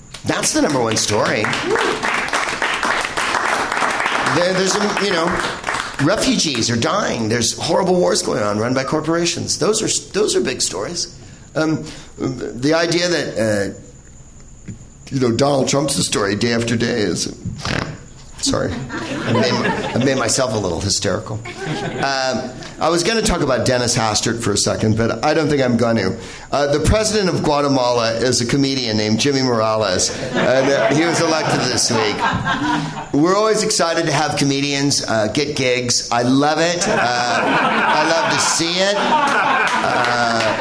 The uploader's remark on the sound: Live from the NerdMelt Showroom in LA